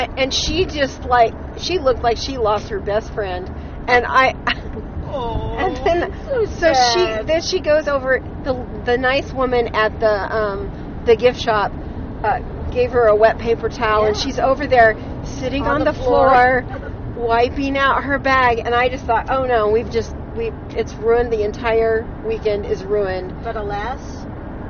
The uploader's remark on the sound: WARNING: we recorded in the car on the way home. There is some background noise.